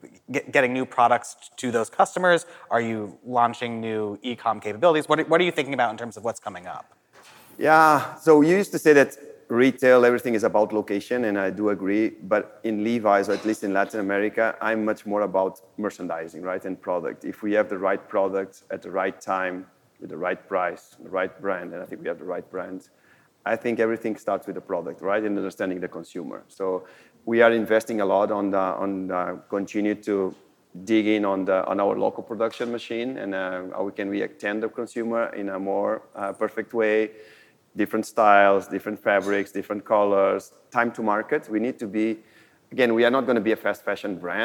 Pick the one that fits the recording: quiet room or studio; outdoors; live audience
live audience